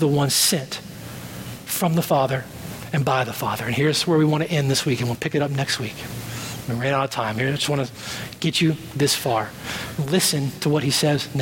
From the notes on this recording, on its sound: at Redemption Hill Church on Sunday, May 6th, 2012